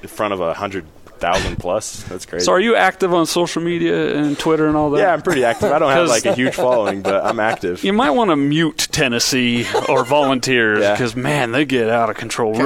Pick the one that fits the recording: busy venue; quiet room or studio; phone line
busy venue